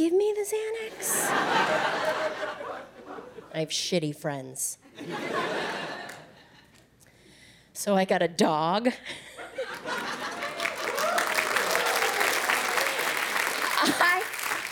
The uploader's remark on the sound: Special was taped at the Tribeca Festival in NY, one of the first events to re-open the city post-lockdown.